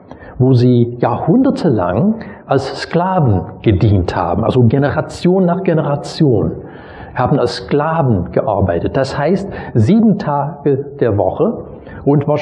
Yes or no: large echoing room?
yes